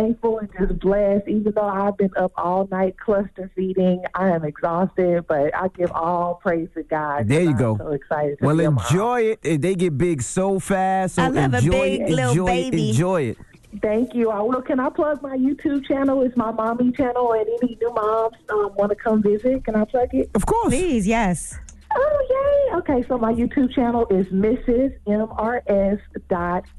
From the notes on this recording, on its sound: We opened up the phone lines to see if any of our listeners were upset about the sudden change. We opened up the phone lines up to see if our listeners had any crazy high stories while working.